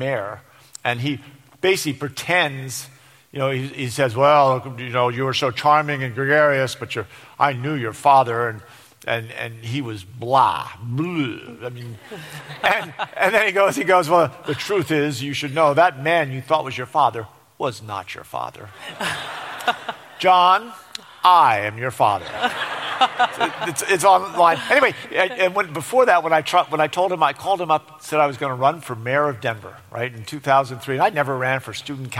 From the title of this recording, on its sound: LIVE at the Flynn